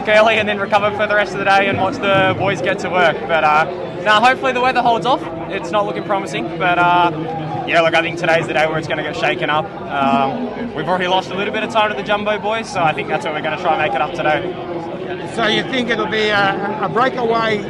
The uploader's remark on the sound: Live from an epic stage 6 at the Vuelta